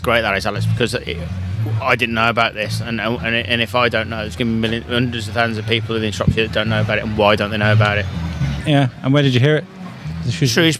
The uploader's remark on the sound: Today we are coming from the Queens Baton Relay event in Shrewsbury Quarry. This event was put together by Shropshire Council, Shrewsbury BID and Shropshire Festivals to celebrate the Birmingham Commonwealth Games.